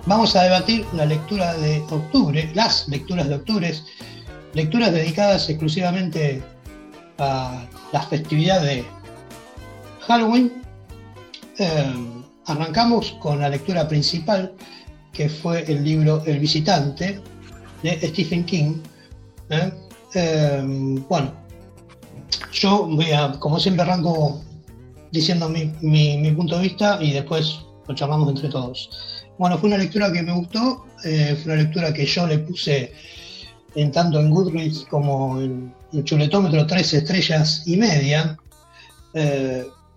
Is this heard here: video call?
yes